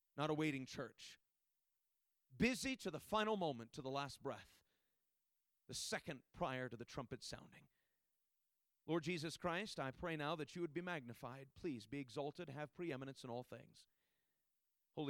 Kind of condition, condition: setting, large echoing room